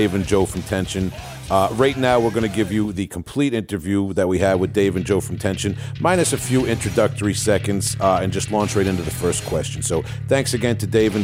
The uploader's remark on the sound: call into the hole